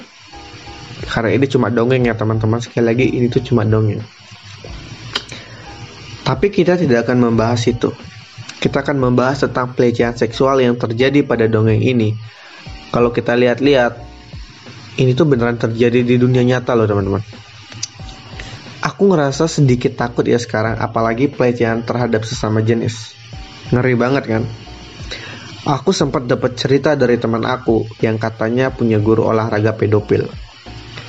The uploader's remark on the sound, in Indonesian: Mohon maaf temen temen kalau ada noise pada saat recording, karna ini bener bener dadakan ga ada persiapan apapun.